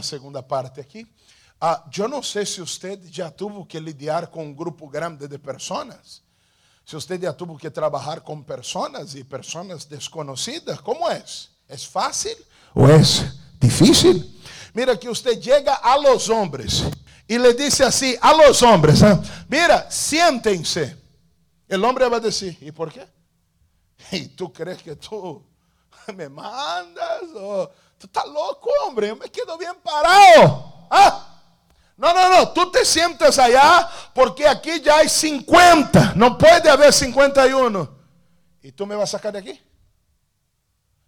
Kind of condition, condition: setting, large echoing room